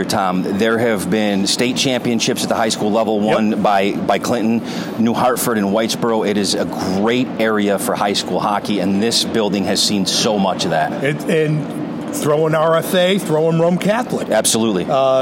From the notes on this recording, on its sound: Clinton Arena Hockeyville USA. Inside the Clinton Arena at the NHL preseason game between the Buffalo Sabres and the Columbus Blue Jackets which is part of the Hockeyville USA festivities in Clinton, NY.